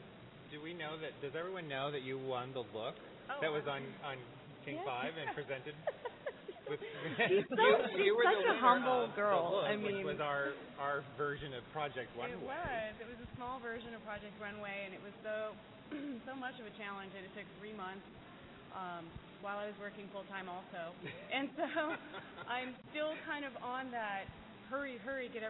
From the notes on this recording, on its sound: We broadcast live from the amazing Chihuly Garden and Glass, location of Metropolital Fashion Week's Closing Gala 2013!